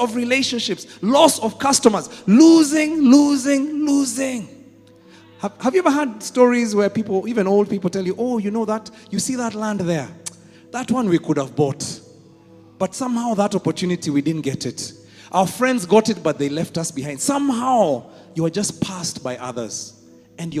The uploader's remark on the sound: Preached at Worship Harvest Church, Kampala